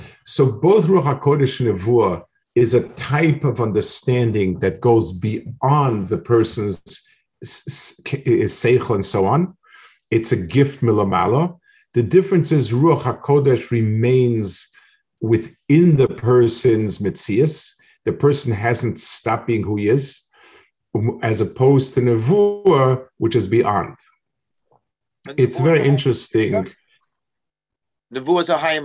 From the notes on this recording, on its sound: This shiur take place over Zoom on Motzei Shabbos.